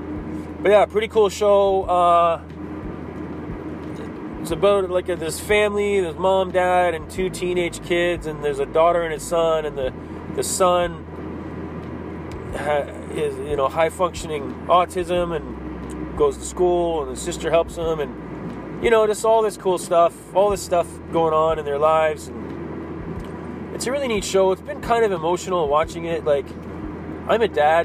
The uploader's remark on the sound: Driving and talking...